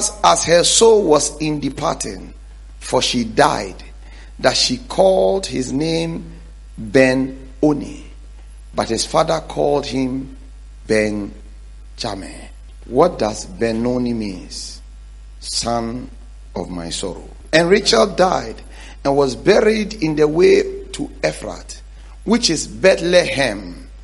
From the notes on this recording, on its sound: preached at The Faithlife Church, Ghana-Tema Community 3 Site